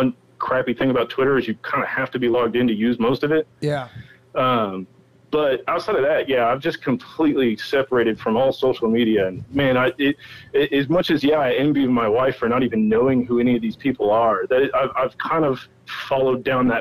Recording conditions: phone line